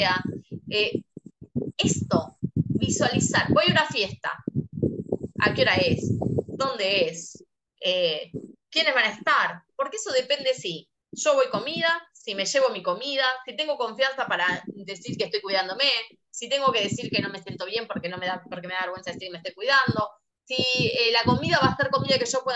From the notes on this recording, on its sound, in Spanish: Audio de charla de zoom